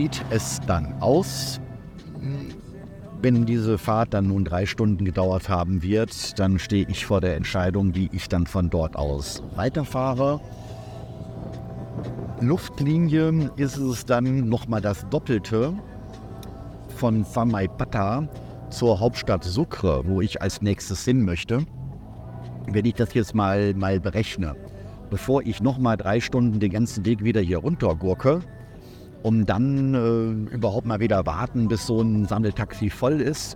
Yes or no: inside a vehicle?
yes